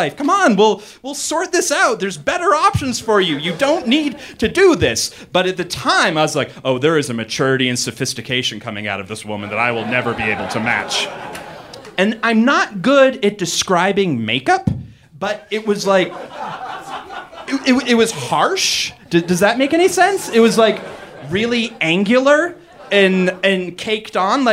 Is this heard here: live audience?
yes